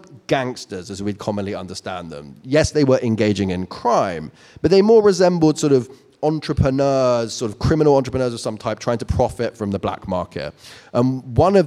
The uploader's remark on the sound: joined us live on-stage in Shoreditch